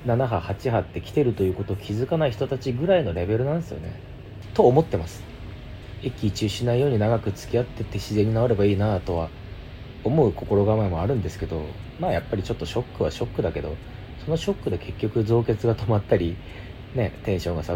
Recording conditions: background noise